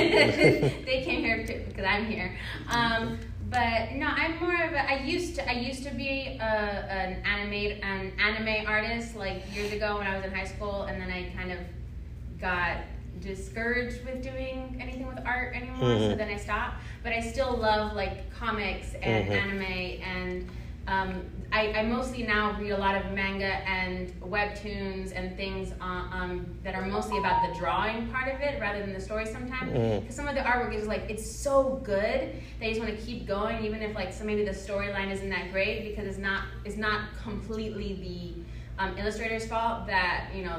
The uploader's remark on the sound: This week we have a recording from the MAKING COMICS panel LIVE at BEYOND COMIC CON.